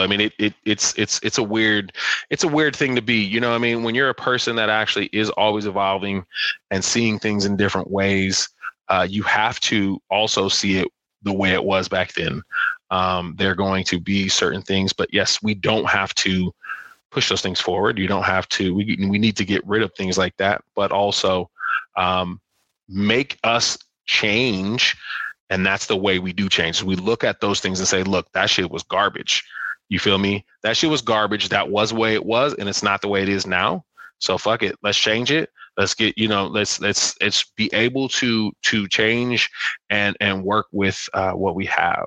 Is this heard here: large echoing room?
no